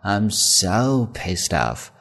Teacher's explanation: 你需要把“so”去强调一下，拖长读得高一些